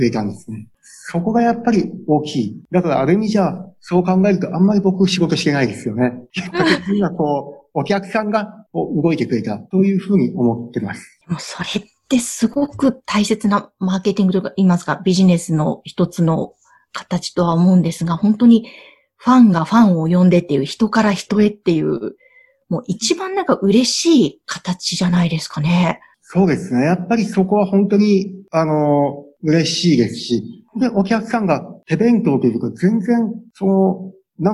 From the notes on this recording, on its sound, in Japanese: Zoom・オンラインでインタビュー収録をしています。